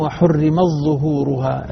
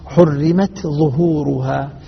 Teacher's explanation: هناك إدغام بين التاء والظاء عند ورش، التاء هنا مظهرة عند حفص، حرمت ظهورها، عند ورش يدغم وحرمت ظهورها، التاء مع الظاء هنا مدغمة عند ورش.